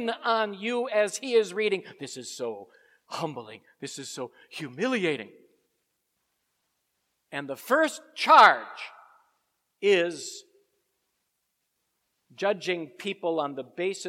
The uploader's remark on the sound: Preached at Grace Ev. Lutheran Church.